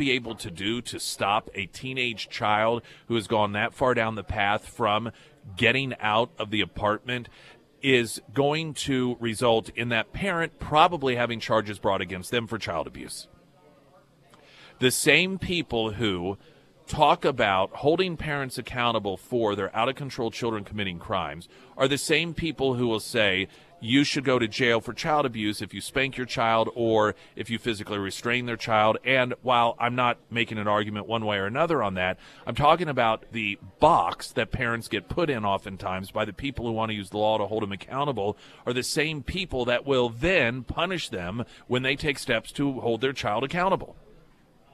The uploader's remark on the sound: live at Scramblers Diner